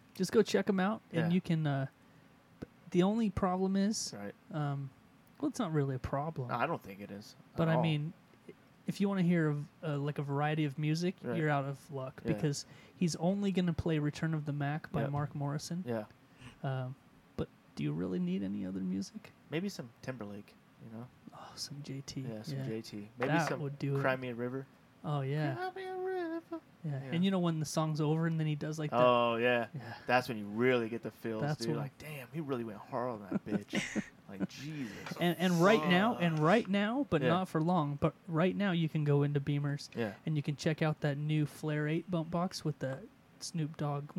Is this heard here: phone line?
no